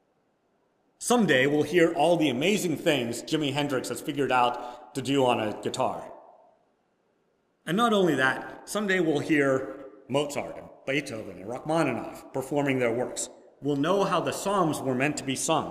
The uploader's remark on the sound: Preached at First Presbyterian Church of Rolla on All Saints’ Sunday.